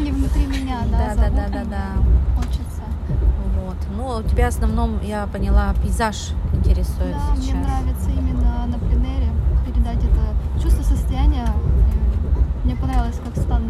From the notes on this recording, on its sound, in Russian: Живая запись из вагона электрички создаёт ощущение присутствия рядом во время беседы